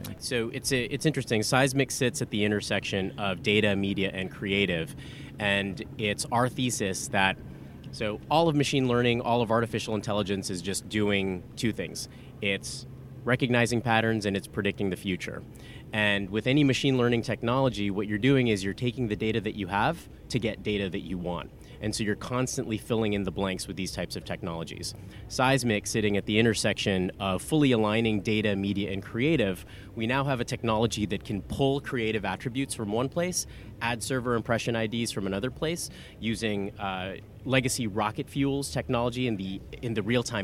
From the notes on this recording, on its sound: This first of three episodes recorded at the Cannes Lions International Festival of Creativity 2018.